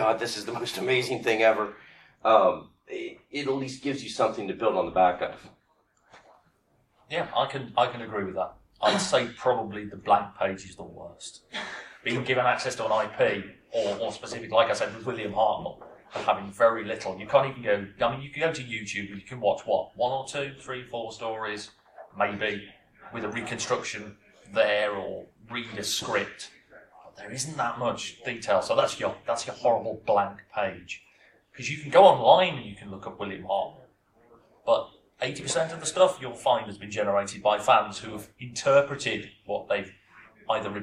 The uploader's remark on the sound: UK Games Expo seminar. A panel seminar from UK Games Expo.